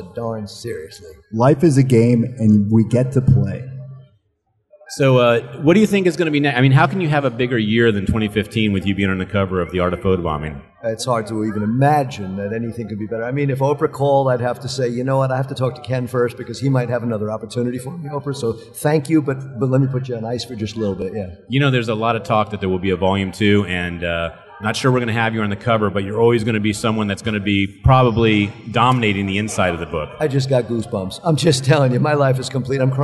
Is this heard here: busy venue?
yes